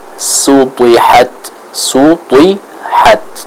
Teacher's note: Di antaranya ya isti'la, itbaq, sehingga konsekuensi dari sifat-sifat tersebut adalah huruf to-nya harus dibaca dengan tebal